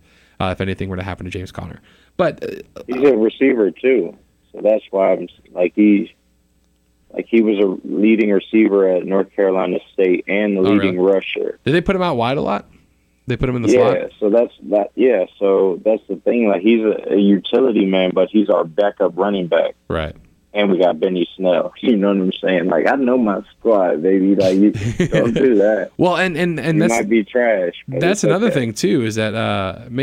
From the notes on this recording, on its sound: joins us via telephone